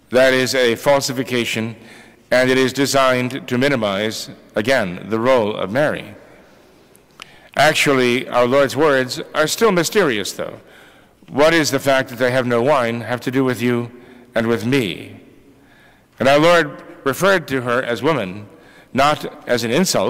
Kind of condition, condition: setting, large echoing room